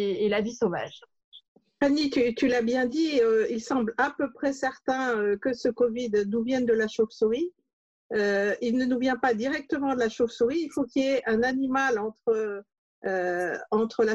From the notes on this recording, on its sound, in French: Mais en raison du confinement, cet épisode a été enregistré en visioconférence, chacun chez soi.